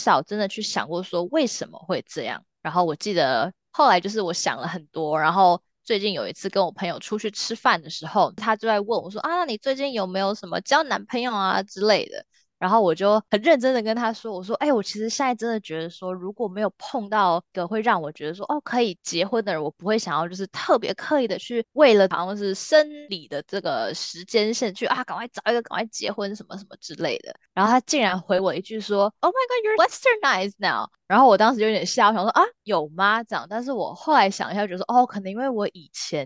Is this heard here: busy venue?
no